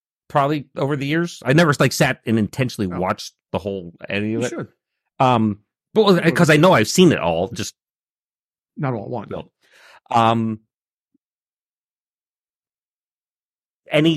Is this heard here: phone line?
no